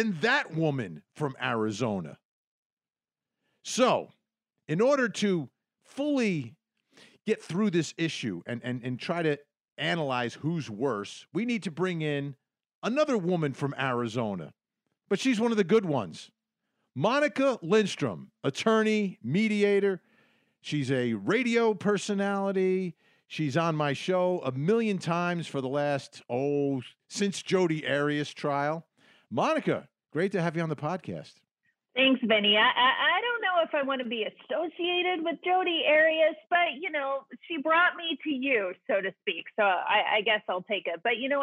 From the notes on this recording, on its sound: Court TV was there with gavel to gavel coverage. You’ll hear some of that audio and a jail house call.